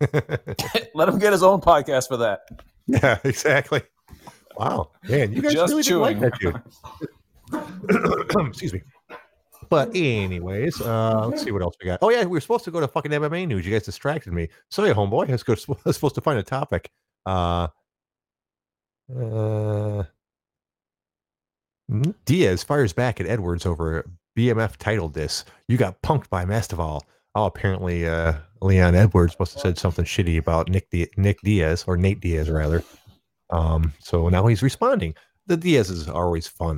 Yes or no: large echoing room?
no